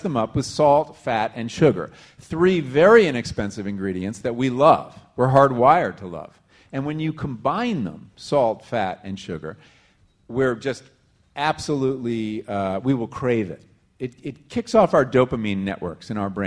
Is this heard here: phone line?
no